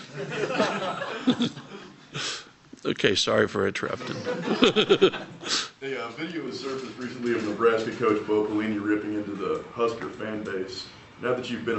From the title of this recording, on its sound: Press Conferences & Post-Game Interviews